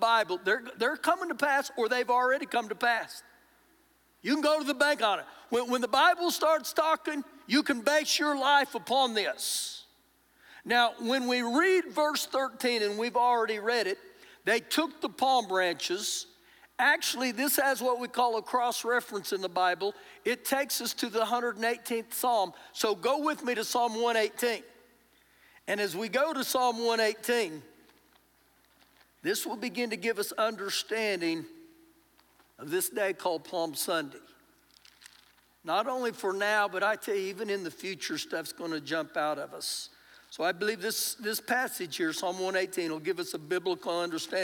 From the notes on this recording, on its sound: Recorded live during our Sunday morning service